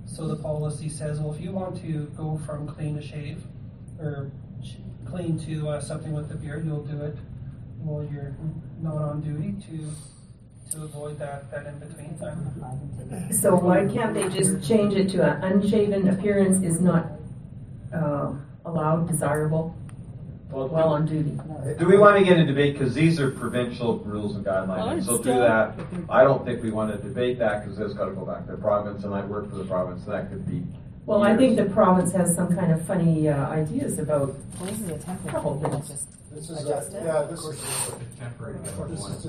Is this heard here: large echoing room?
yes